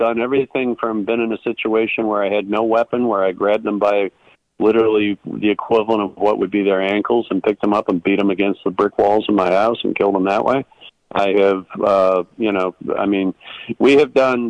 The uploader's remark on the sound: Phone calls.